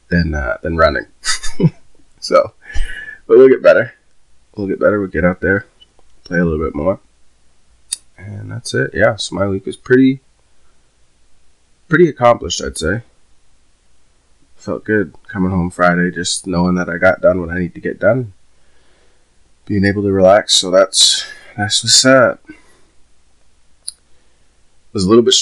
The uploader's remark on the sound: Apologies in advance for the sound quality ill get there lol.